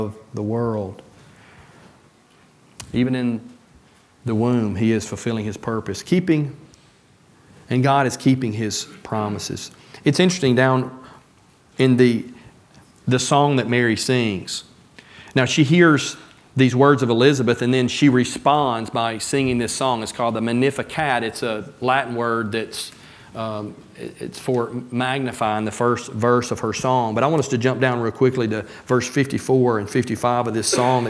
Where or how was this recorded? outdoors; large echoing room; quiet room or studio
large echoing room